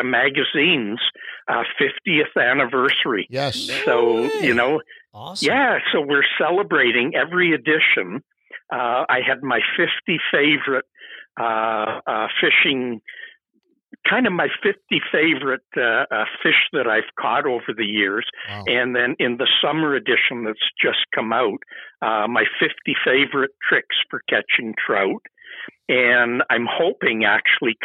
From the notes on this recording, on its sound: head to the phones and call up the host of the Ugly Pike Podcast